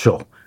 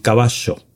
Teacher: Nosotros tenemos una Y que es más cercana al sonido SH · Term: yeísmo rehilado